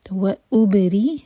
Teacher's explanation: با پر قلقلہ را باریک حمزہ پر کٹ آف ساؤنڈ